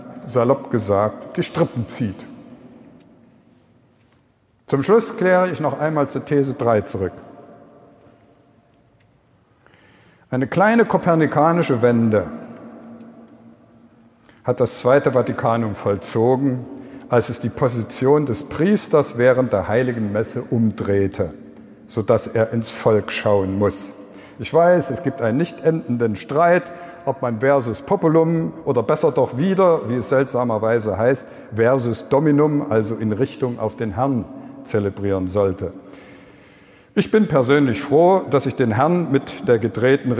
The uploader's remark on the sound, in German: Eröffnungsvortrag bei der kirchlichen Fachmesse und Ideenbörse " die pastorale " in Magdeburg. Wir danken dem Offenen Kanal Magdeburg für die Bereitstellung der Aufnahme!